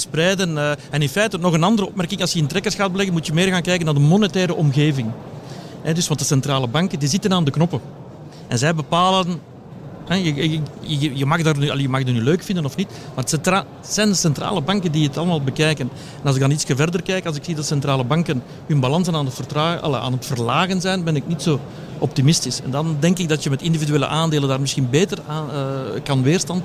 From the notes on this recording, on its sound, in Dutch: live vanop Finance Avenue